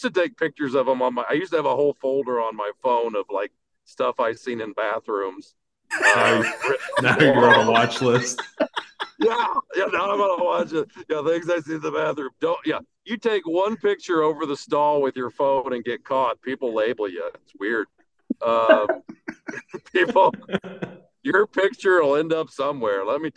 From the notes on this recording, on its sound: while he drives home from the Milwaukee Musky Expo